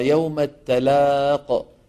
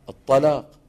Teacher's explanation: كلمة لينذر يوم التلاق، إذا فخمنا التاء شو بتصير؟ الطلاق